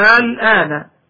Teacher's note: نجد الهمز ممدودا وبعده سكون · Term: اللازم الكلمي المخفف